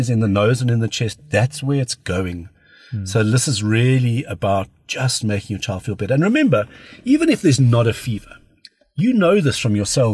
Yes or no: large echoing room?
no